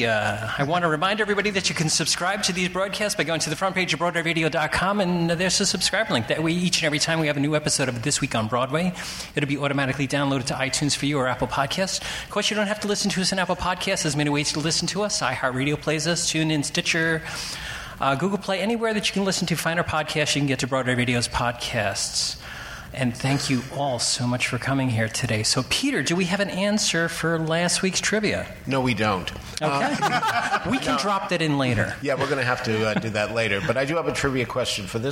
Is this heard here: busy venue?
yes